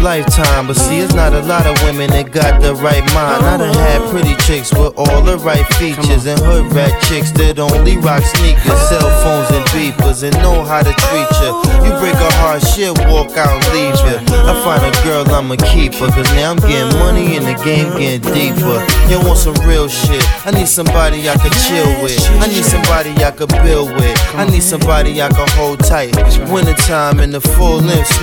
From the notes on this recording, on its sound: LIVE from Oakside Lounge. A Live Set from My Friday Night Spot, Enjoy.